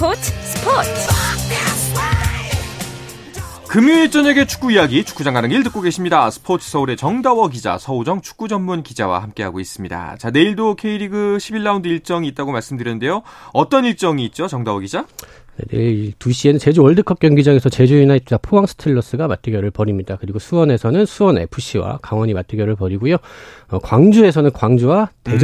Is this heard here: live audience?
no